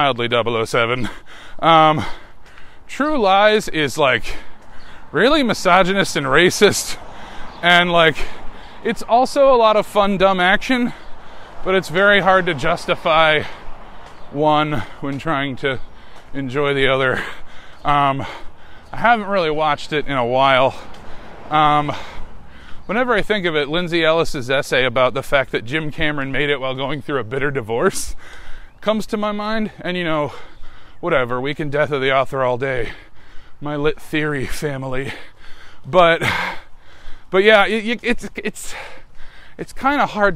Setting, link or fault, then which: setting, inside a vehicle